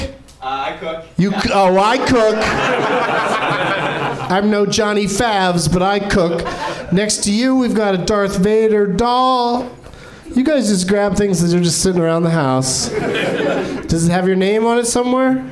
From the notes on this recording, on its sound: Live from the NerdMelt Showroom in LA